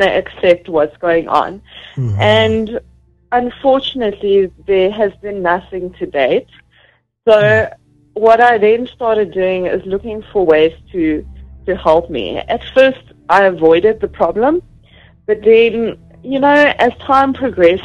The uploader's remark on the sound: joined over phone